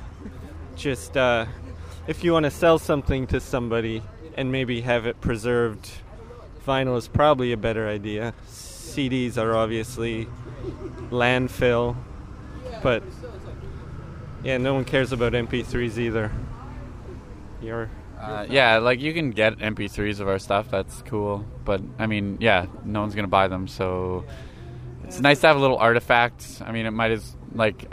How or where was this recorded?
outdoors